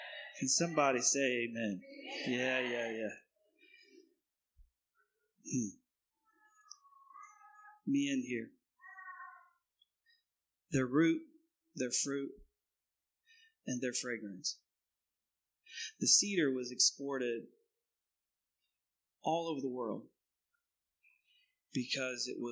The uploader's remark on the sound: Recorded on 2016-06-19 at the 08:30 Service.